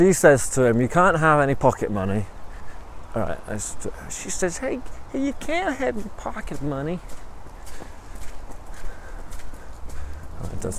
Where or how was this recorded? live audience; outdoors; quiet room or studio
outdoors